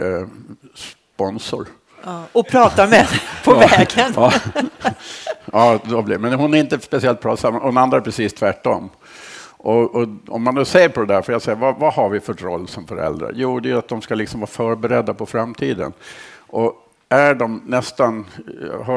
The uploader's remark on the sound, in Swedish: Det här avsnittet är inspelat inför en live-publik.